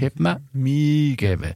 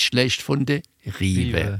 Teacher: Das lange Ü wird zum langen I.